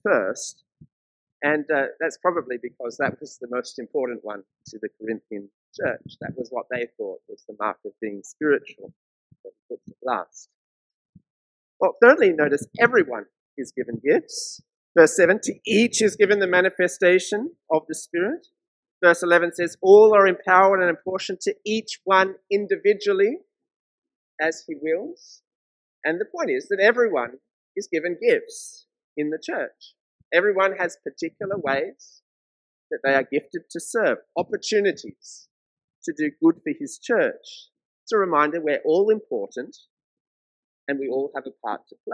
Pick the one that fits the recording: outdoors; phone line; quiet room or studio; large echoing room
large echoing room